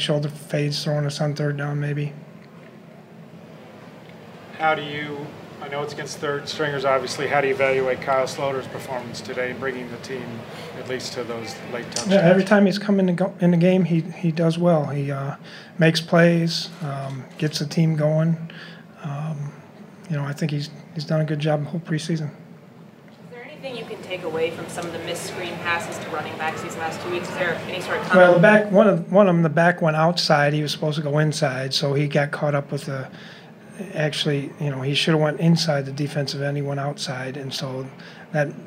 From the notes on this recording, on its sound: Listen in to the locker room sounds and press conferences